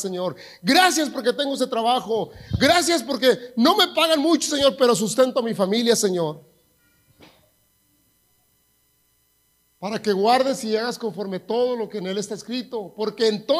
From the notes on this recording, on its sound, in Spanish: grabado en Iglesia La Casa Del Alfarero en Edinburg, TX